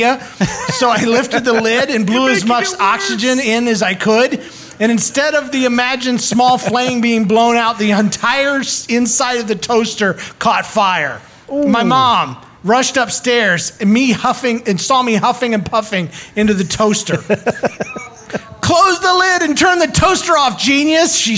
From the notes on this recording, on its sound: Recorded in front of a live audience at Narthex Con 2022.